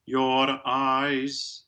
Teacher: You can't have your eyes, which you hear a lot of people trying, actually, it must be said. Your eyes, that immediately makes it rhotic. And because it tends to be flipped with this style, it sounds kind of Scottish.